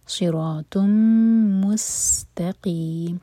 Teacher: سین ساکن پر سیری والی آواز اور اینڈ میں میم کو ساکن کریں گے تو مد عارض